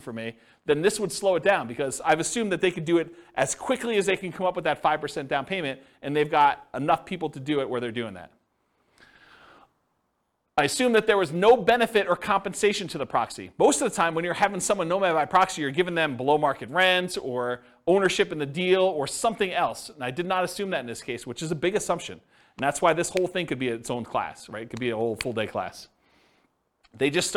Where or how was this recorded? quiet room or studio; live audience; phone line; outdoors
live audience